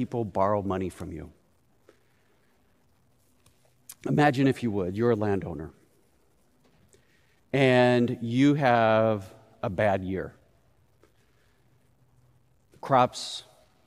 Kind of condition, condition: setting, live audience